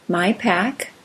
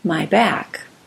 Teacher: you should feel more air hit your fingers on my pack with a P sound than my back with a B sound · Term: aspiration